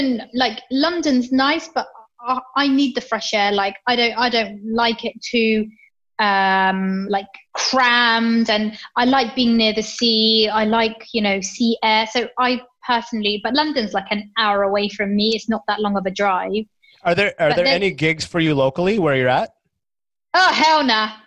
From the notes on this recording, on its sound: zooms in and we chat